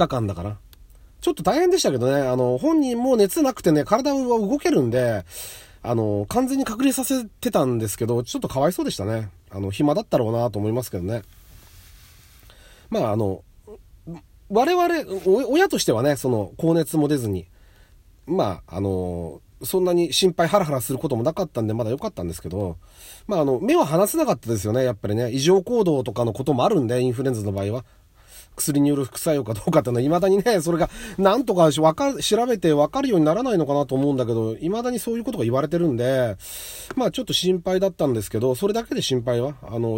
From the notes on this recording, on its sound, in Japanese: 初めての外、初めての車内で収録しています